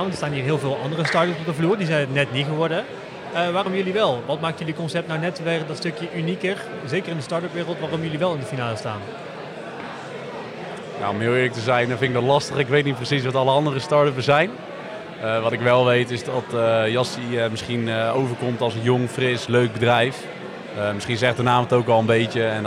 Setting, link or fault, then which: setting, busy venue